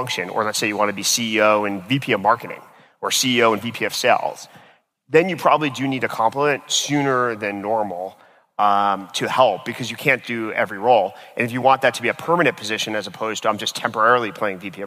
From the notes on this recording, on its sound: This episode was recorded at Saastr Annual 2016